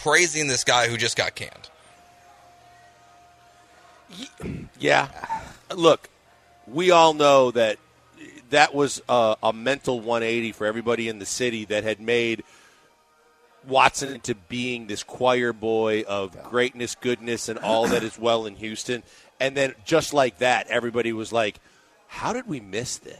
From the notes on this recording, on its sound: live from The Decoy